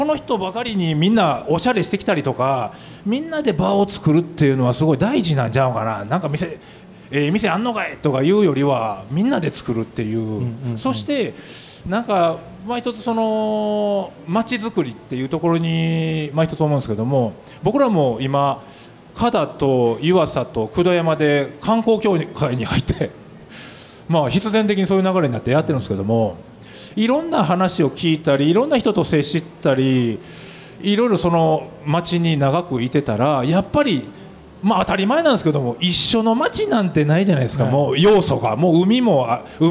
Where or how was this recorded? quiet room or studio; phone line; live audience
live audience